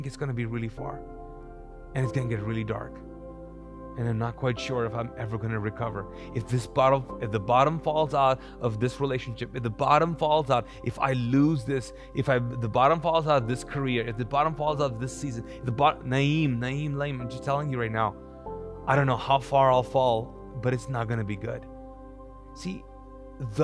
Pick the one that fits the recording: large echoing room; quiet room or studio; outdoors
large echoing room